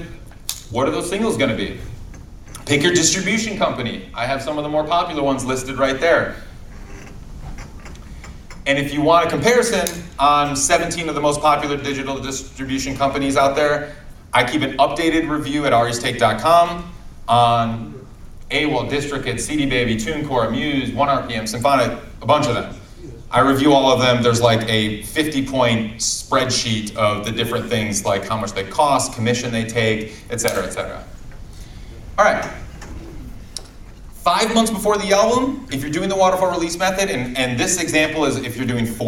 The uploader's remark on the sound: Live from SXSW